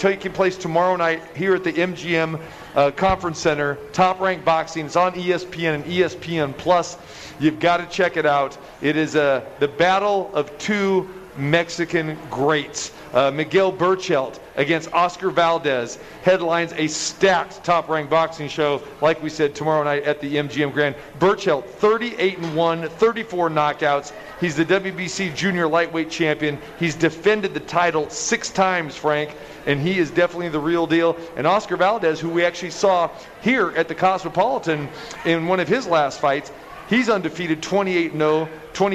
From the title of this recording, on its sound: Live at The Cosmopolitan